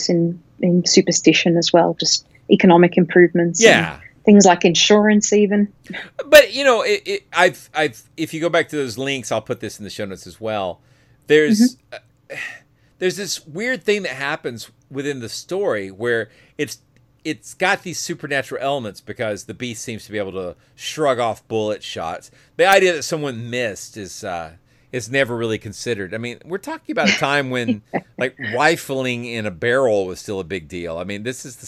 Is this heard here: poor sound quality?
no